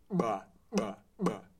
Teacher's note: There's a flow of air into my oral cavity exploding from my lips. But at the same time, there's voicing coming up.